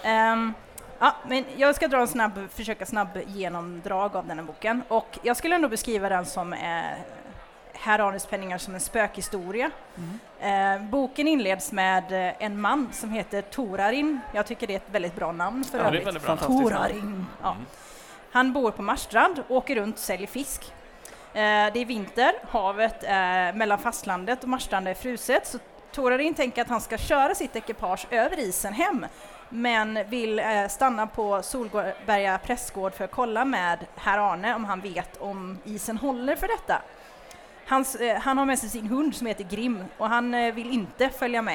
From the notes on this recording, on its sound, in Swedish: Live på Bokmässan.